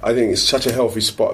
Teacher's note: He does actually say I think, but then he says healthy with a f. So that kind of thing, like th sounds pronounced as f, those are kind of hallmarks of like colloquial regional accent.